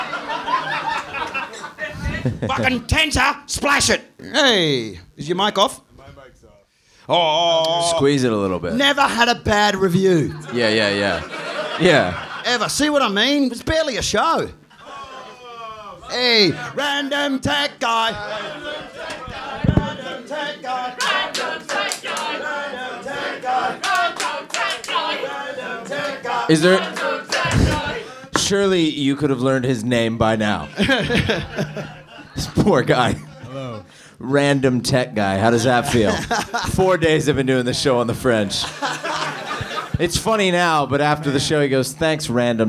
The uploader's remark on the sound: Live from the Edinburgh Fringe Festival 2018. These are recorded LIVE at the Monkey Barrel in Edinburgh Scotland.